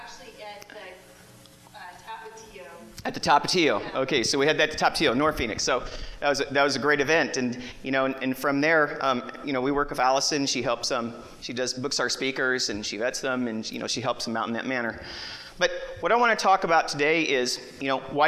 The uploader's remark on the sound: Broadcast live from the main stage at the 2018 iNetwork Expo in Phoenix Arizona